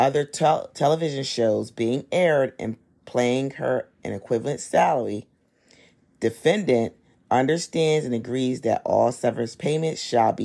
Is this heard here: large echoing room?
no